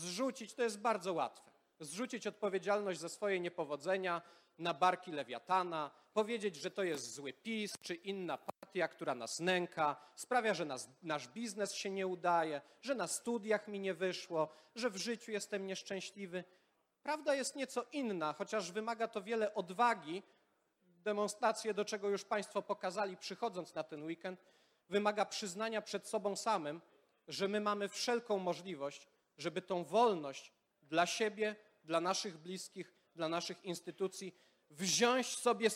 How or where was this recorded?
live audience